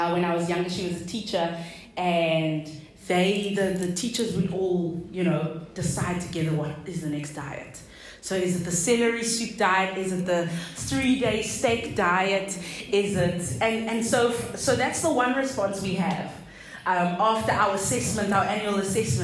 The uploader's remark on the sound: delivered at a local women’s event called Tribe Meet Up